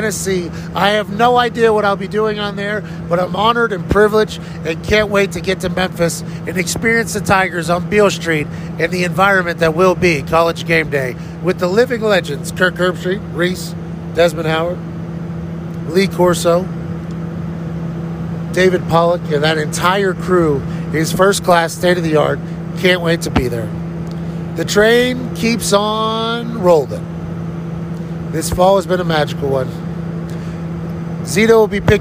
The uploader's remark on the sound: record pieces of the episode on the plane on their way back from Waco, Texas